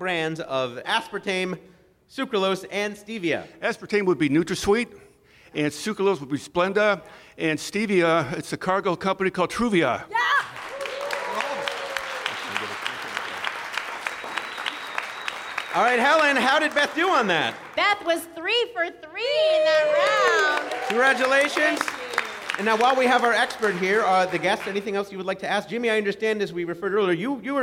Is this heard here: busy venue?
yes